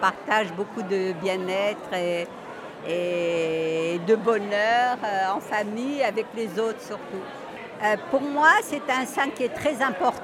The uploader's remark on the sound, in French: un reportage en direct de Djerba pour le pèlerinage de la Ghriba